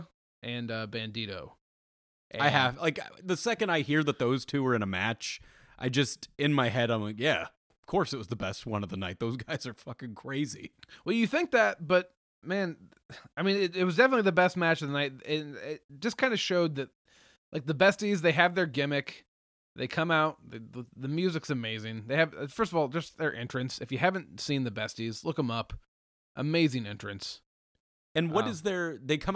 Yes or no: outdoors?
no